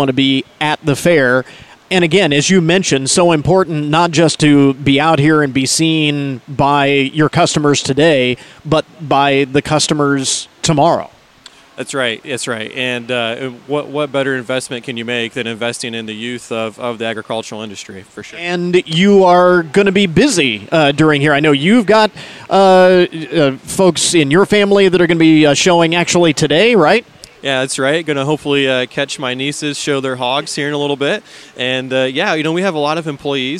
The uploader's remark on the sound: ON LOCATION: Our broadcast from Opening Day of the Hancock County Fair. It's Veterans Day at the Fair.